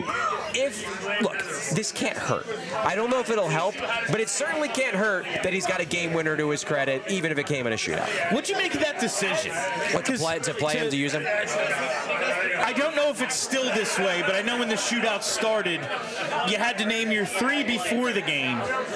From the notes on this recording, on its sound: live from New Wave Cafe in Philly!